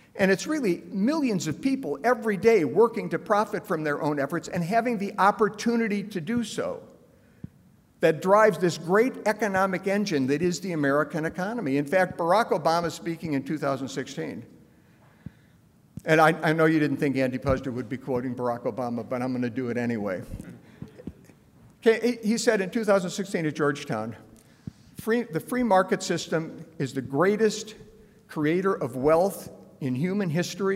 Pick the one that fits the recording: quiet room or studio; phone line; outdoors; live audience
live audience